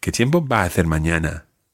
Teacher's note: You can run all your A sounds together there.